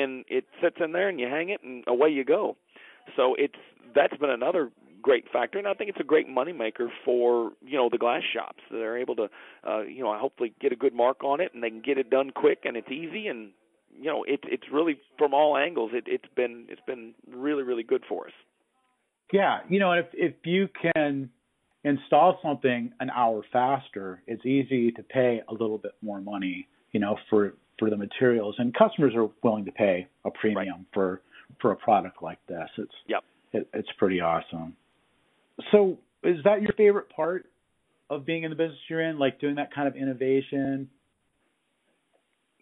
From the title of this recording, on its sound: Phone Interview